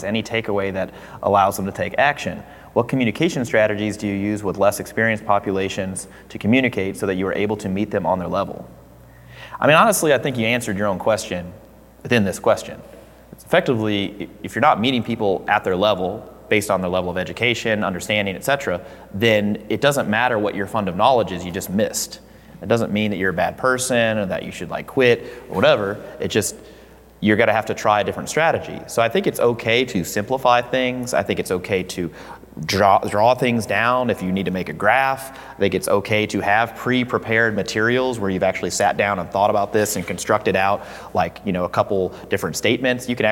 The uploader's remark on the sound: This was recorded January 5th, 2020 at Hybrid Performance Gym in Miami, Florida.